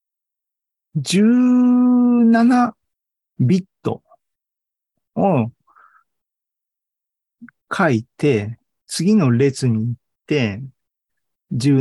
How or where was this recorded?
video call